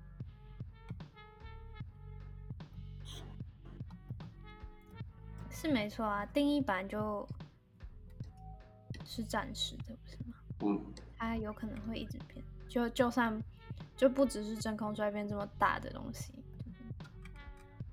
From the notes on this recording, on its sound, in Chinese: 音質很差